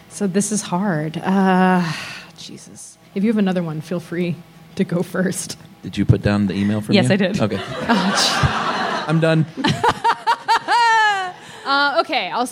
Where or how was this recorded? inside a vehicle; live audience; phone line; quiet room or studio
live audience